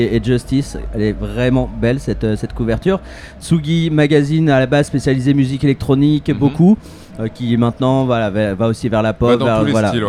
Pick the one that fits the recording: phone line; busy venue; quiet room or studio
busy venue